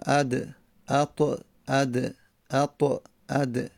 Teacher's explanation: زبان ما آخر زبان ما سر زبان ما میرسه به ریشه ثنایا ثنایای بالایی · Term: تای دستدار